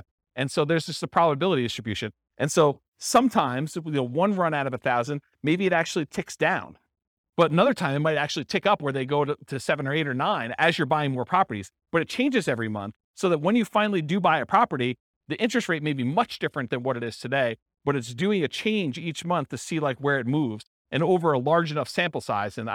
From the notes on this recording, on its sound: This was a live class recorded.